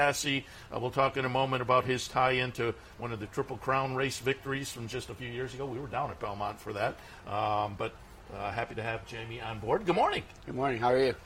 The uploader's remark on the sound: live from Saratoga Race Course